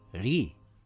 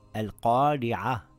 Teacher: If the Ra has a kasra, it will read light. It is just like when you smile, ri.